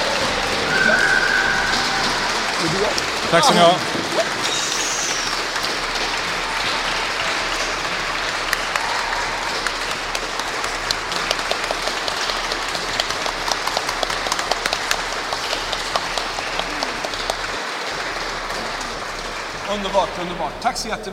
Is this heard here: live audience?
yes